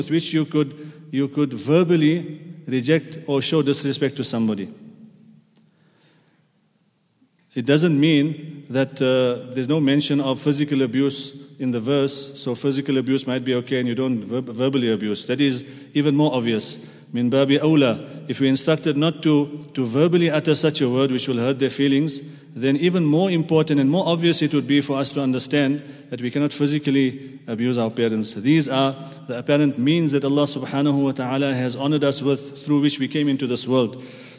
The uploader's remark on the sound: At the Houghton Masjid (West Street).